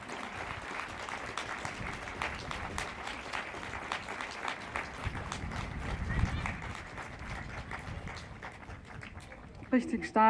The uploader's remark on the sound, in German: Hanau-Gedenken in Wien. Ungekürzte Aufnahme der Reden auf der Gedenkveranstaltung.